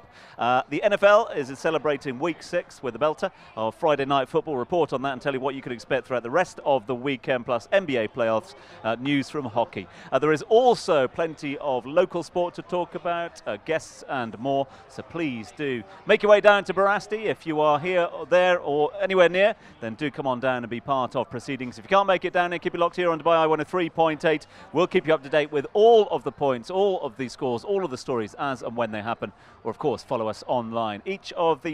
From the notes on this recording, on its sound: From our original home, Barasti